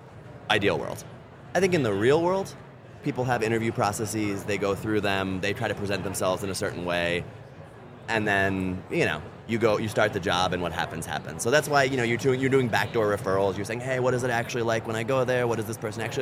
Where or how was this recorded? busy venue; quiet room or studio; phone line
busy venue